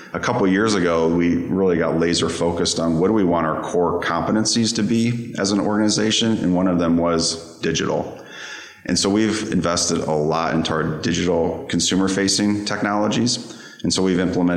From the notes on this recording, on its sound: We’re recording from Analytics Unite, the three-day live summit that gathered today’s leading minds in retail and consumer goods analytics.